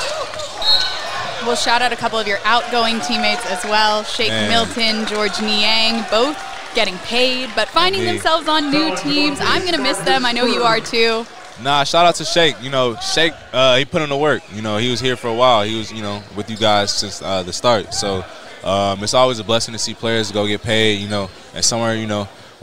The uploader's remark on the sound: live from NBA 2K24 Summer League 2023 in Las Vegas